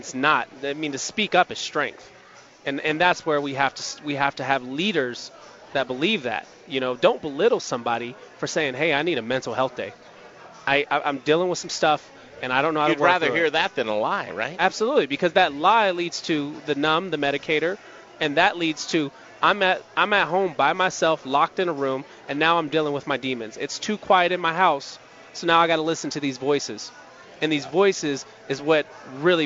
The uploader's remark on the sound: Live from Beats and Brews in Colorado Springs!